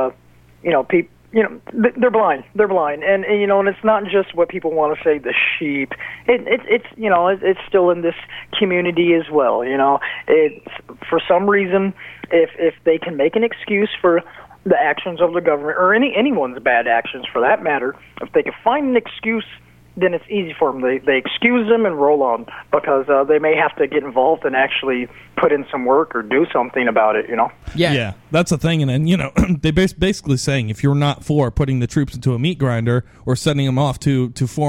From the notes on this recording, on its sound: take a few phone calls